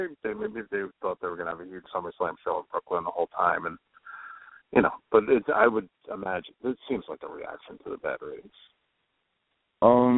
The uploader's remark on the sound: We'll be mocking live callers without provocation.